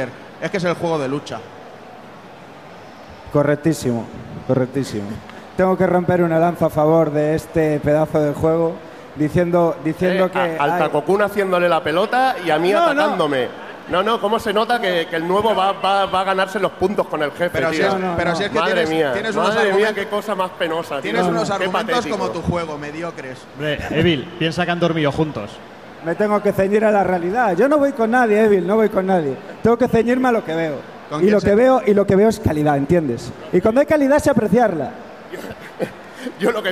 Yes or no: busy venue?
yes